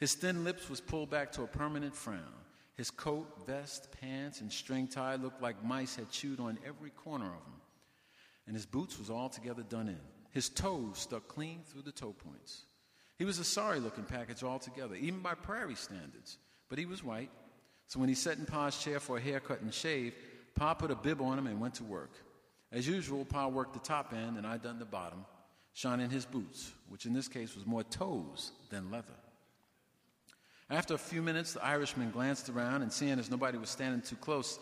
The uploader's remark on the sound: LIVE from the NYPL.